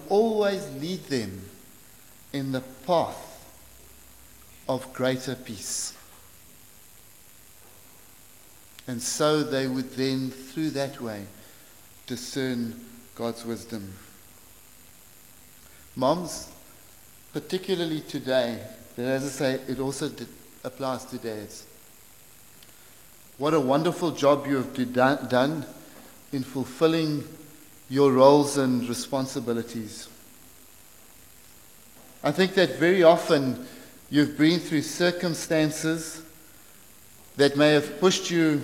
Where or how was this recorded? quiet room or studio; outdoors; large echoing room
large echoing room